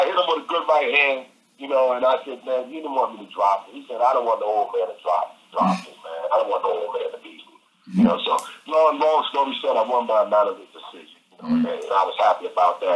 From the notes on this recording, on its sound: phone interview